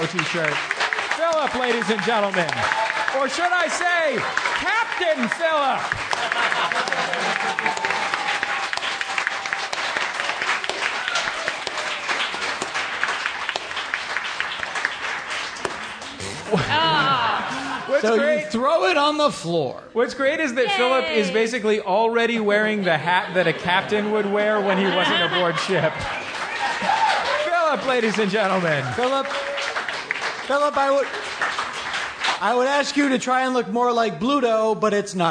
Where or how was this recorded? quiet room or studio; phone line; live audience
live audience